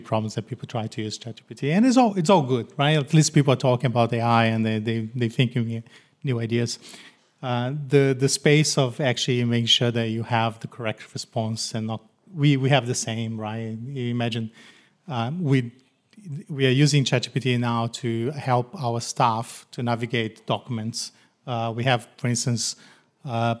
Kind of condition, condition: setting, live audience